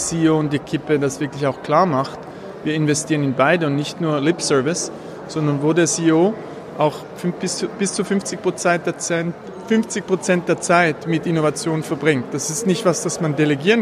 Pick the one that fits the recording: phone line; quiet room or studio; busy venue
busy venue